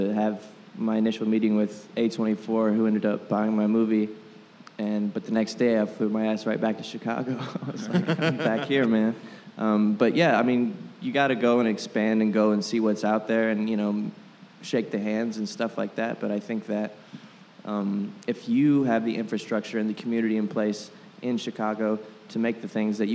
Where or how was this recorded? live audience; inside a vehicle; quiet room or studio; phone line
live audience